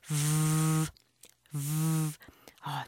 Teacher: 우리 친구들 예전에 F의 소리는 F, 바람 소리라고 배웠잖아요. 이 F 소리에서 목이 떨리면서 소리만 조금 들어가면 이 V 소리가 돼요.